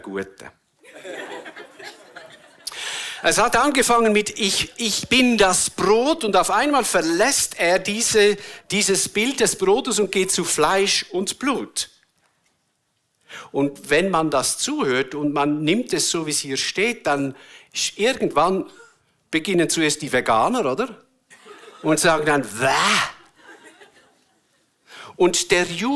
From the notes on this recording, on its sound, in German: Eine Predigt der BewegungPlus Burgdorf